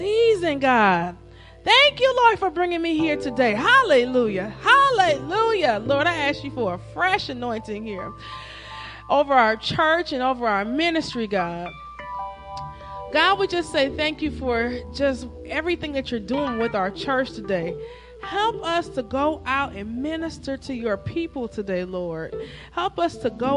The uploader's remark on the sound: Celebration of Praise and Worship Service at New Life At Calvary